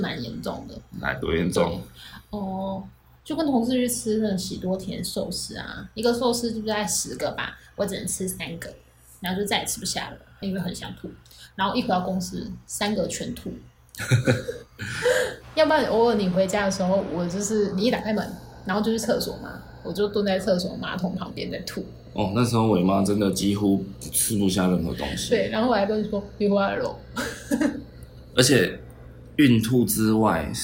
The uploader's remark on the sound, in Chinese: 這集錄音設備罷工，緊急用手機錄音請原諒低音質。